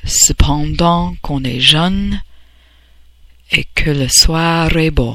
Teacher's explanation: Flip the R, it's not guttural.